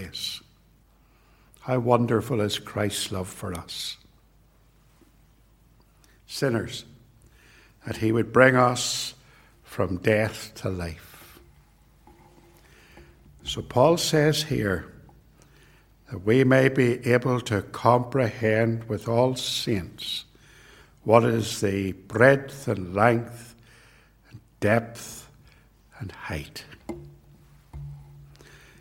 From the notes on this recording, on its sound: This sermon was preached at Ballymacashon and Templepatrick Reformed Church. It was recorded at TRC.